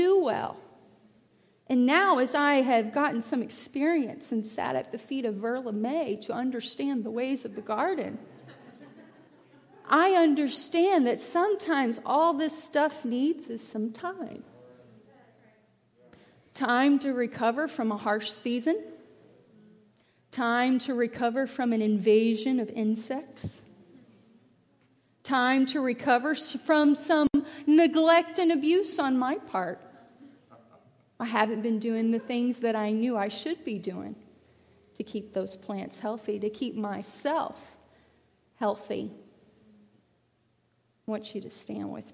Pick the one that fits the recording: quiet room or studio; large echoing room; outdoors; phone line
large echoing room